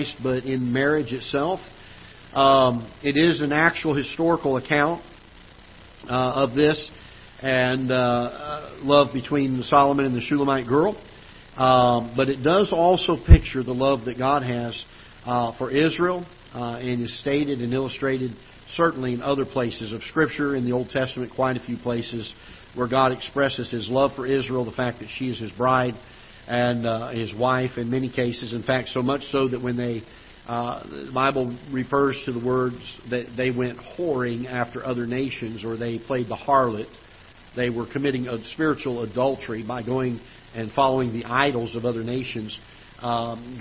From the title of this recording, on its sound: Ketha Heights Baptist Church ~ Live Broadcast